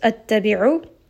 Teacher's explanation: Ayn is going to be from the middle of the throat.